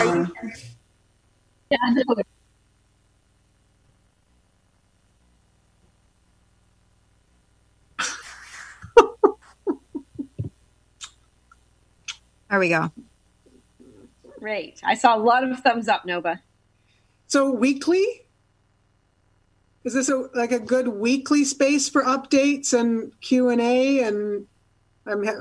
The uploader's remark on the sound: At its peak, seventy listeners connected to the conference by computer or phone and an unknown number listened to the radio broadcast. Cortes Island’s first virtual town hall meeting.